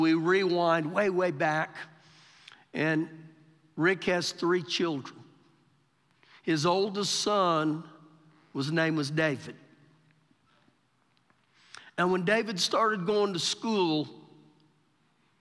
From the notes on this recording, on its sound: Recorded live during our Wednesday night service